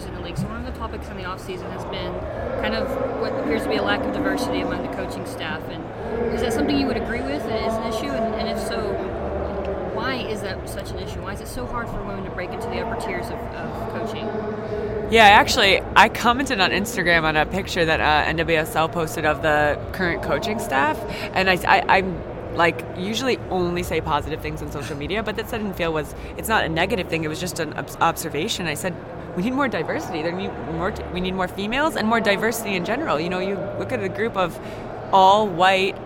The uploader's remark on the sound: Live from the 2019 USC Convention